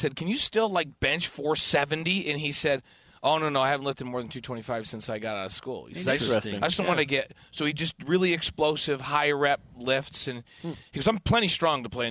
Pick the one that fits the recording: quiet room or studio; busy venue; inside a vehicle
busy venue